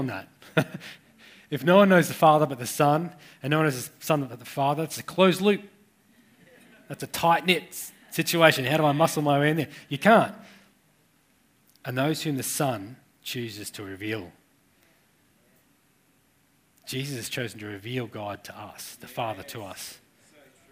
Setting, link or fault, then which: setting, live audience